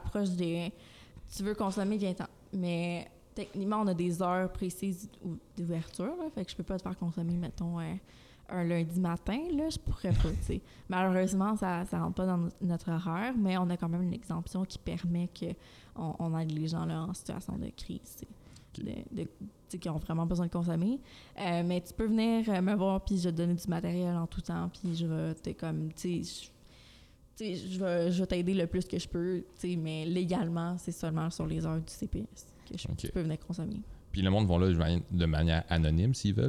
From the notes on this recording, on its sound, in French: Le podcast a été enregistré en octobre 2021 à la microbrasserie le Boquébière au 50, rue Wellington Nord à Sherbrooke